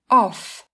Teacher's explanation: Từ này có âm cuối là f. Đây là phụ âm vô thanh khi phát âm tạo ra hơi gió. off, âm cuối nhẹ như là thở ra.